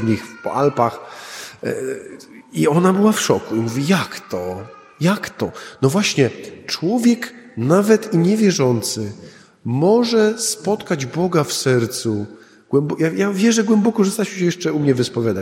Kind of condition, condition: setting, large echoing room